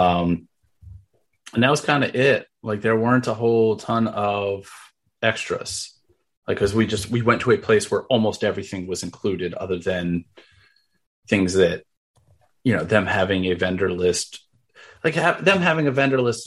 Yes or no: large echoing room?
no